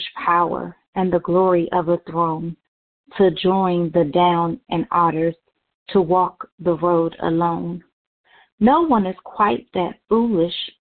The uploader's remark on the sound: Conference Call.